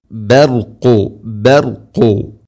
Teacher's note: ബർ എന്ന് റായിന് കൂടുതൽ റ ആ ഒരു ശബ്ദം വരുന്നത് ശ്രദ്ധിക്കുക